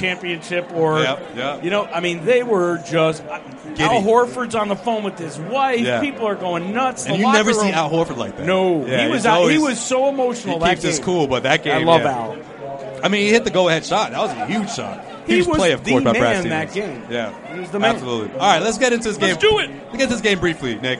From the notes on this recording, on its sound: We bring you the best of our Live Celtics Opening Night Broadcast from The Harp (across the street from the TD Garden).